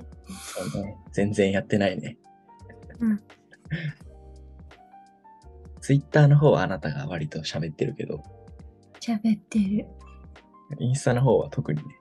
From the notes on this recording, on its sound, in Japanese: 今回はzoomで収録しているので、多少音質が悪いです。